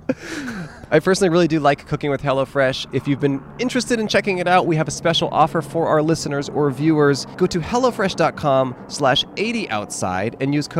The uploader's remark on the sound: We set up outside the iconic shoe store Skechers. Recorded on N San Fernando Blvd in Burbank, CA.